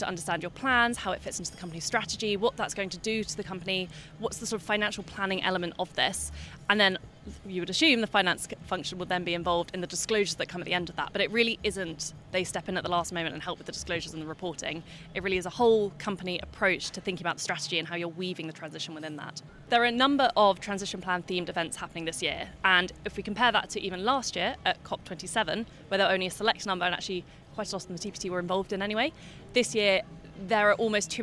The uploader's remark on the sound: In the studio. On the conference floor.